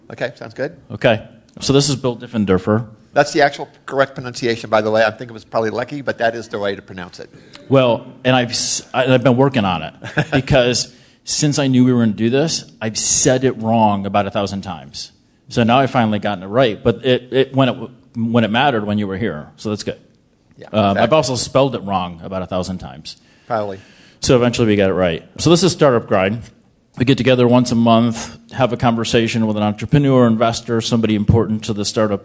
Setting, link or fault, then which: setting, live audience